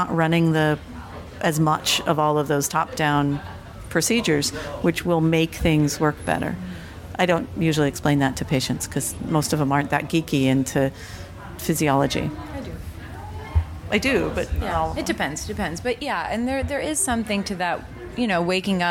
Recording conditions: busy venue